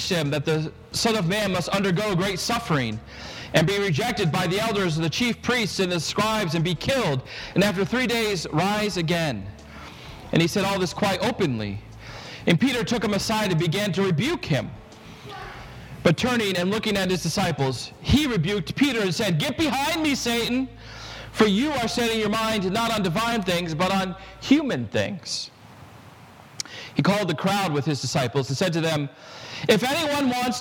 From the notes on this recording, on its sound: This sermon was preached at Prince of Peace Lutheran Church in Kensington, CT